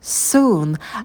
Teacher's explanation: Нас язык стремится наверх, и звук получается немного шепелявым. Soon. Потом долгий у.